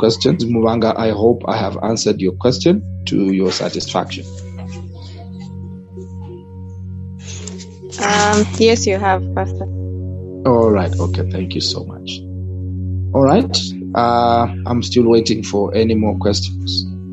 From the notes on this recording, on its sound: Youth zoom meeting.